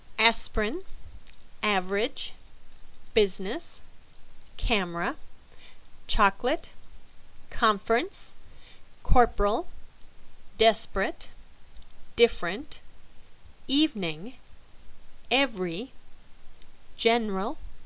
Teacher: In all of these words, the second vowel is skipped. · Term: skipped syllables